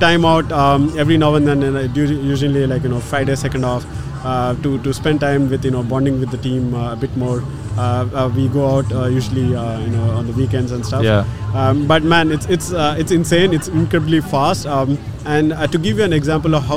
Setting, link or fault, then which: setting, busy venue